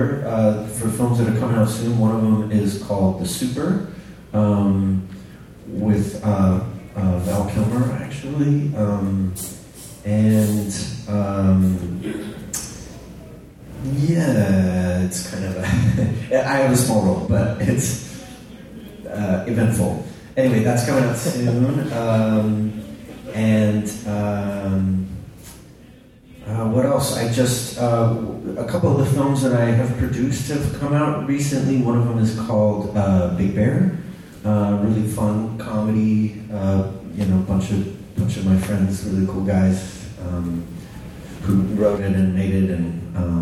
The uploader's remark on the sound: Live from Super FamiCon